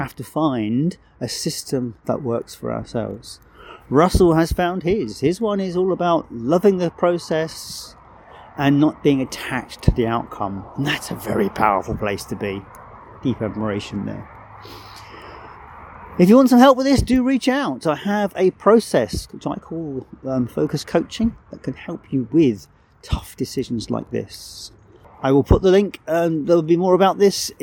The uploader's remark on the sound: I am currently visiting my son and recorded this show outside, so the audio quality, will be a little different, and there will be birds and traffic.